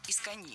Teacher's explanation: Это наречие имеет ударение на последнем слоге